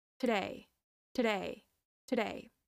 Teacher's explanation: Notice that I'm saying it very fast. The first syllable, is pronounced quickly because it's it's not stressed. The second syllable is stressed.